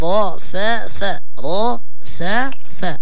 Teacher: يعني الراء مفخم والفاء والثاء مرققات